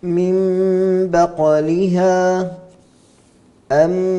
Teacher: كيفيته: عندنا نون ساكنة تقلب ميما عند ملاقاة الباء، هذه الميم ميم خالصة كأنها ميم حقيقية، ثم تخفى الميم عند الباء مثل الإخفاء الشفوي، وفيها غنة، والغنة مقدارها حركتين، وهنا تكون الغنة مع الإخفاء، والغنة هنا صفة للميم المنقلبة وليس للنون الأصلية أو التنوين. · Term: الإقلاب